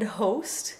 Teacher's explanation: Closed O followed by open U, as in shown, if you're American and not British, and host.